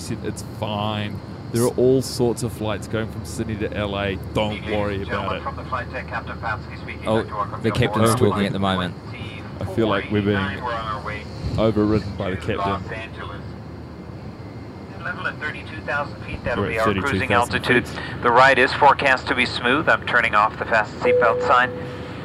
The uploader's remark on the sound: The pilot is mic'ed up.